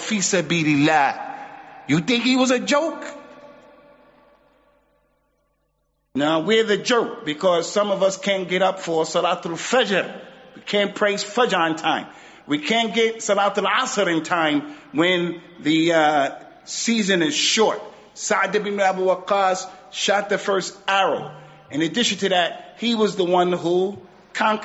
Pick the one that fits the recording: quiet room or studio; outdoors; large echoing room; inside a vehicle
large echoing room